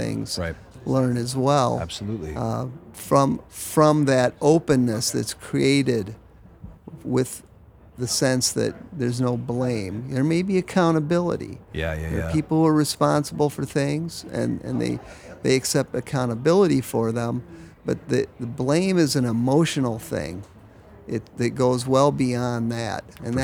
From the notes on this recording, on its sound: Badass Ideas – Talks from the Agile and Beyond Speaker’s Lounge. We decided to record some cool conversations and thoughts from my colleagues.